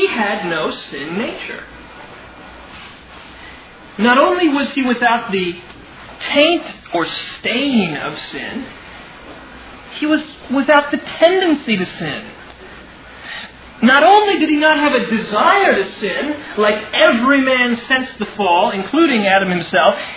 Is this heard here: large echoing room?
yes